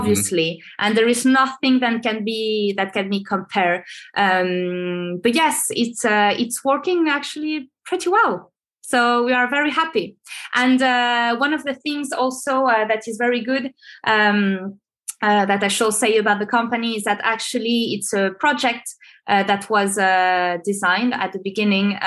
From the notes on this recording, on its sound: This episode was recorded through a Zoom-call on November 24, 2021.